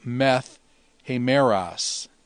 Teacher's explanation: The alpha on meta dropped, and because of the rough breathing, the tau becomes a theta.